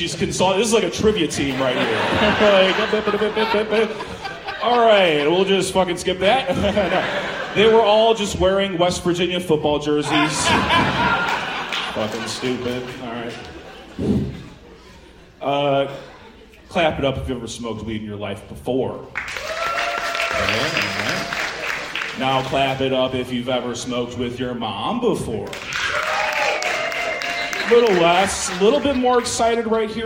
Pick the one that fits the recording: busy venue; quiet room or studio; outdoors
busy venue